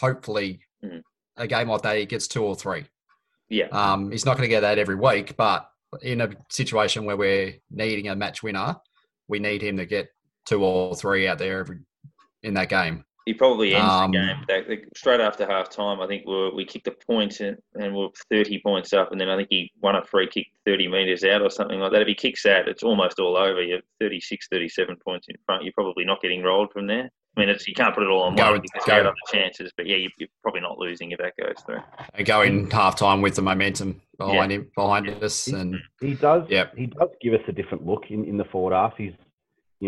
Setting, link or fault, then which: link, video call